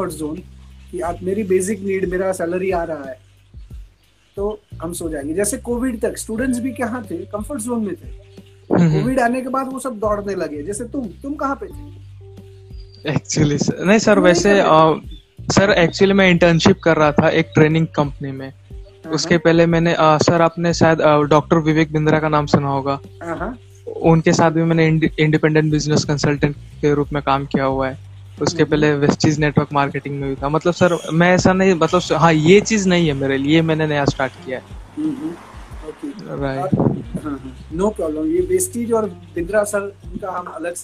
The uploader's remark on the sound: Hi there was a problem of Network we record the session 2 time but got issues both time so i Shorted the session. There was a problem of Network we record the session 2 time but got issues both time so i Shorted the session and picked something from that only.